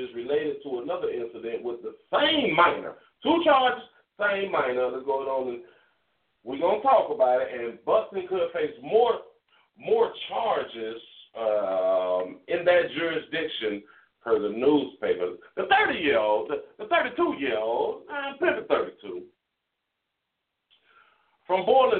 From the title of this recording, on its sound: pastor call